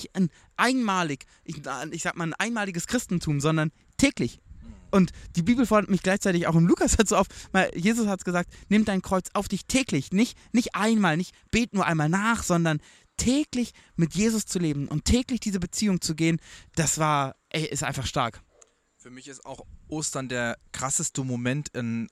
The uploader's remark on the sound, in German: Live vom Grill